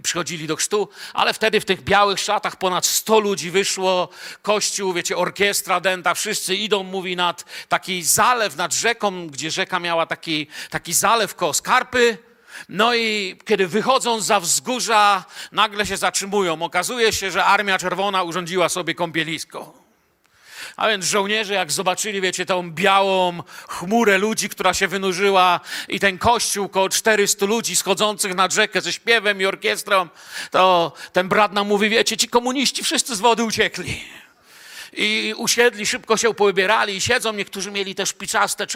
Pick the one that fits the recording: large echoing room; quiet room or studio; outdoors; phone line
large echoing room